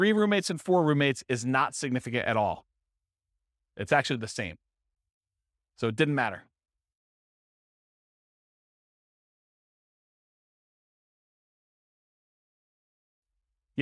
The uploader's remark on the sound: This was a live class recorded